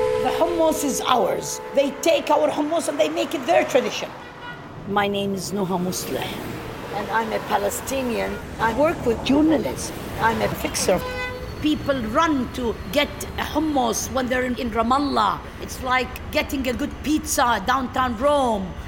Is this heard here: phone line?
no